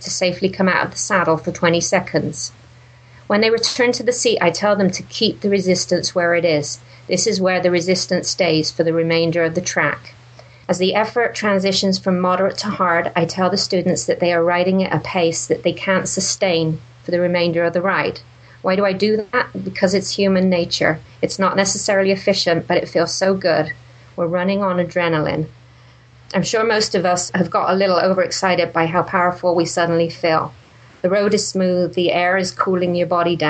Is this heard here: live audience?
no